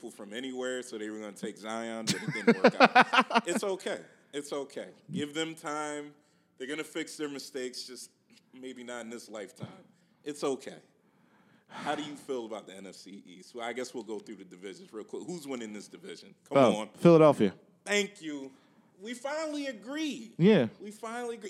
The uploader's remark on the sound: Philly Podcast Festival. In front of a live audience at the Tattoed Mom on South Street.